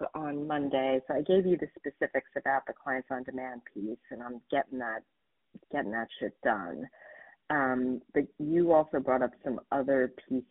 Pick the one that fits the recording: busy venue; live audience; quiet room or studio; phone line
phone line